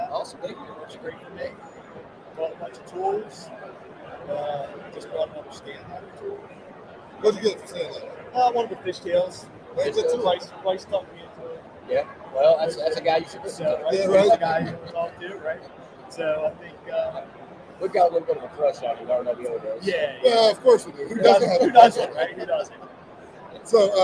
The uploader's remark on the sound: Live from Mobile Tech Expo 2024. We are live at the Mobile Tech Expo in sunny Orlando Florida at the Gaylord Palms Hotel and Convention center. Listen as we grab random attendees and put them in our hot seat and ask the how the Expo is going.